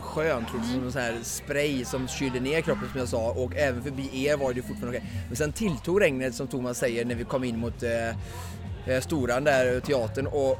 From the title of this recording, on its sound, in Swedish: Live från Asics STHLM Marathon